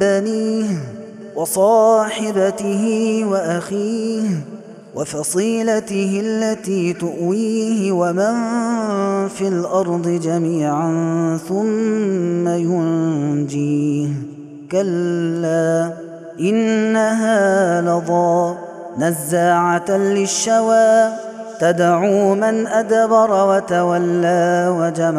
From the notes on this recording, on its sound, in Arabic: هذا التسجيل من صلاة التراويح